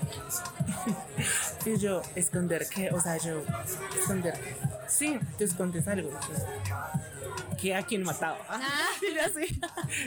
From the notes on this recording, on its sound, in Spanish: te pedimos una disculpita por la calidad del sonido